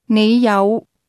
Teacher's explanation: The word have is pronounced with a low, rising tone.